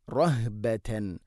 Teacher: ഹ സുക്കൂനാണ് ഹഇന്, തൊണ്ടയുടെ താഴെ ഭാഗമാണ് മഖ്റജ്.